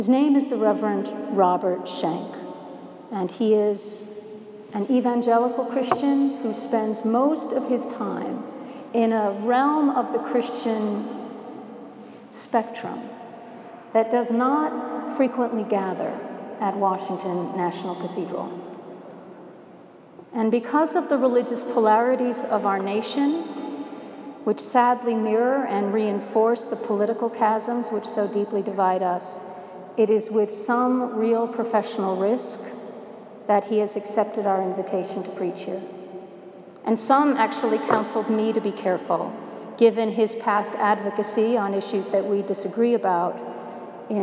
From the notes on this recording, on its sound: Preached at Washington National Cathedral.